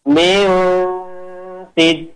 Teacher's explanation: ketika bilang min itu sudah meringis dengan memposisikan makhrajnya sin. Min sid, bukan min ke pangkal hidung dulu. · Term: ikhfa awsat